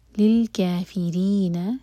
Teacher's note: رو کے نیچے کسرا ہے تو رو باریک ہوگا